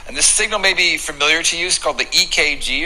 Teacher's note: It's がもう S だけすだけで発音されていました